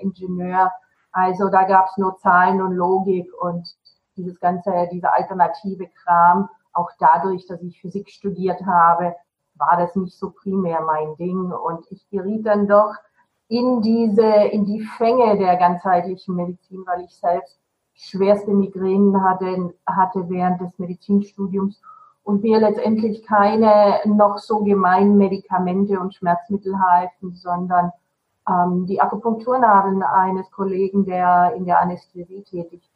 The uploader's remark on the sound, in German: Trotz der leider schlechten Tonqualität